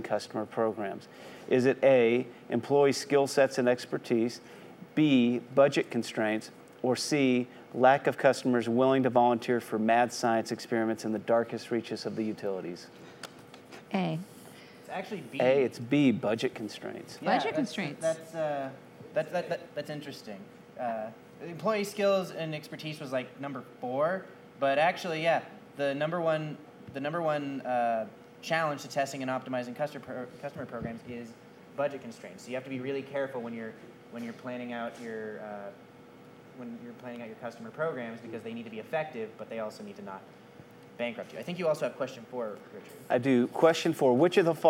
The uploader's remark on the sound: It's our first ever live show! Up on stage at the One World Theater in Austin.